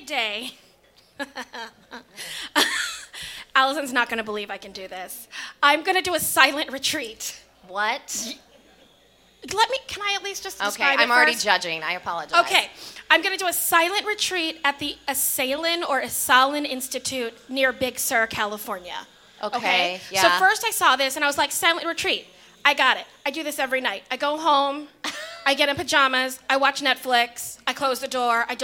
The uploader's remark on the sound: LIVE! from Respect: Women's Podcast Festival!